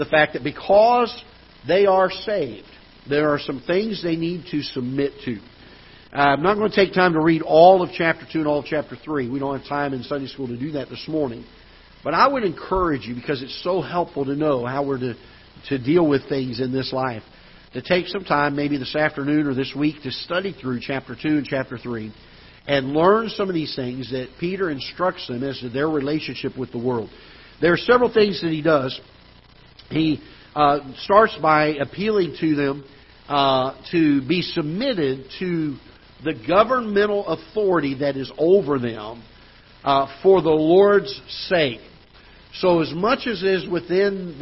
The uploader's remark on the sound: Ketha Heights Baptist Church ~ Live Broadcast